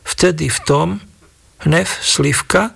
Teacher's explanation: v severnej časti mijavských nárečí je všade F